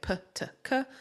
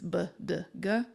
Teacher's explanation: So you have sounds like p, t, k, and their voiced siblings, b, d, g. Those are the plosives.